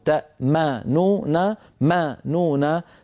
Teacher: لتوالي ثلاثة أحرف غنة متحركة ميم نون نون